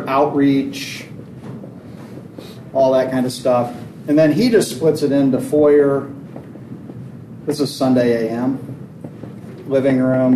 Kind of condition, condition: setting, busy venue